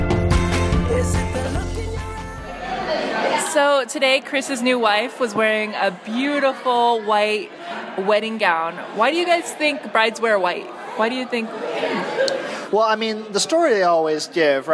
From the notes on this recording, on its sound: We recorded short segments in secret at the wedding reception as a surprise for him.